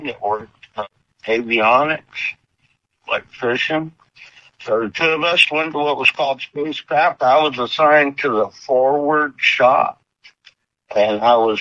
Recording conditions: phone line